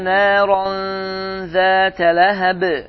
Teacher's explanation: ixfa baş verdi çünki ən in ondan sonra zə hərfi gəldi, bu da ixfa hərflərdəndir və ixfada səs buruna gedir